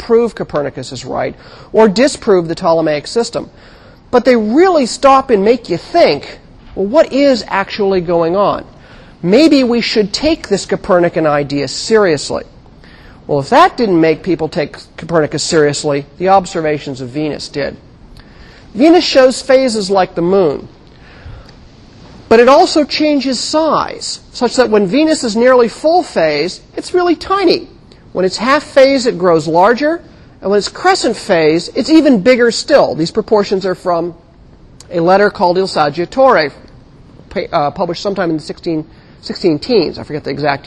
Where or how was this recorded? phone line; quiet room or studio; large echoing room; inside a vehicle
large echoing room